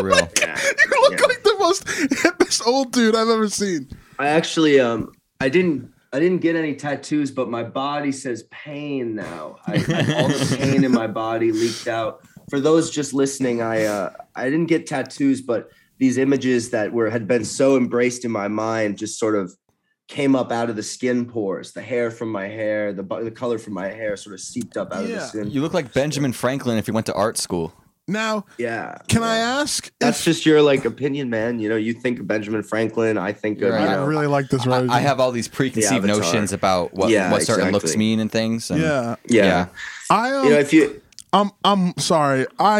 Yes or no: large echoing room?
no